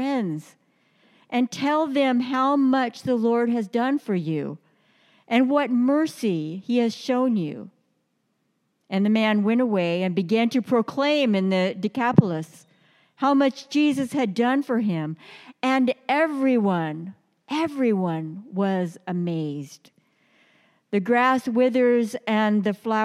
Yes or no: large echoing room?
yes